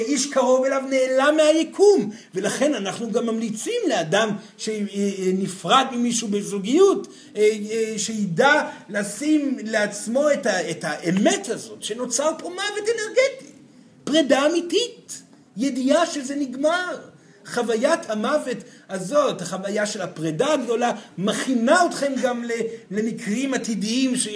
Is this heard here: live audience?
yes